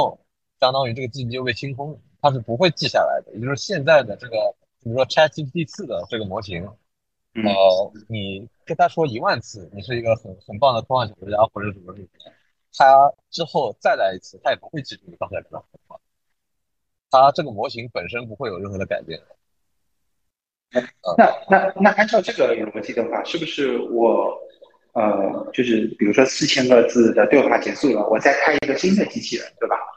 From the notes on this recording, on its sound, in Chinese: 当时主播对于如何录制、制作、剪辑播客都是一窍不通，故标识为「全损音质」。